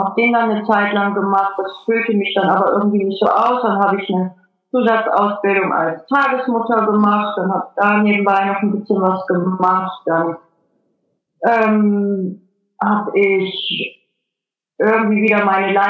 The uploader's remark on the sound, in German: Per Skype interviewt.